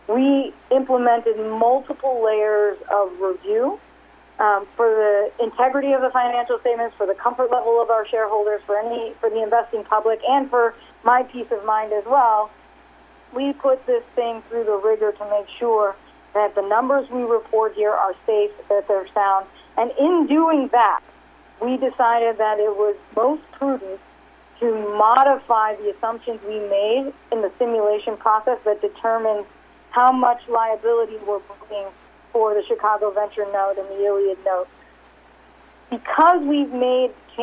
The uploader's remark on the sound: RXMD 2019 3rd Quarterly Conference Call